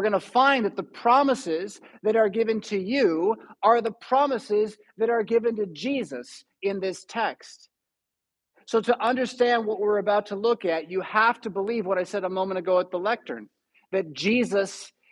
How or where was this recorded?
large echoing room